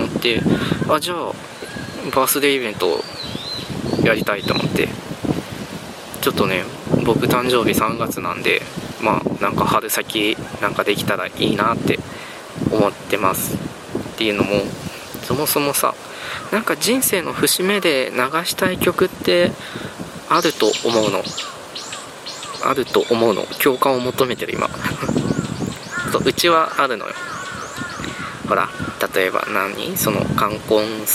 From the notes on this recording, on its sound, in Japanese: 今回も外収録とビデオポッドキャストです